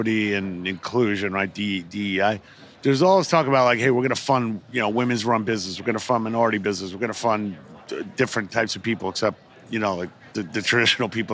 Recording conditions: busy venue